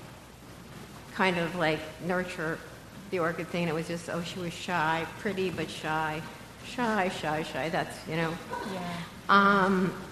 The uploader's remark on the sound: Live at Politics and Prose. Live at Politics & Prose is a co-production of Slate and Politics & Prose Bookstore in Washington, D.C.